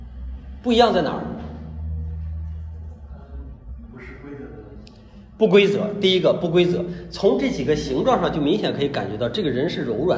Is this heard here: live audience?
yes